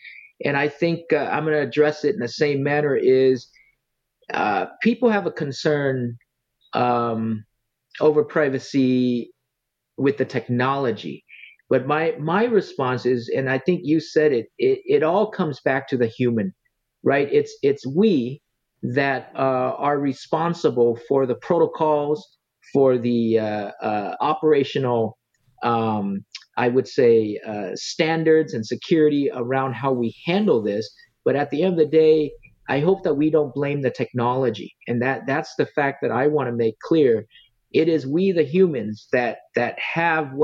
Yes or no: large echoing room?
no